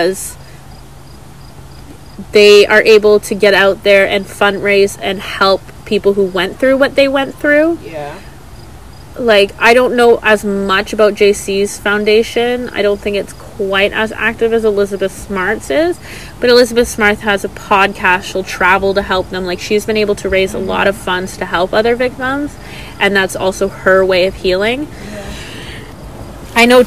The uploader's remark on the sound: Apologies for background noise.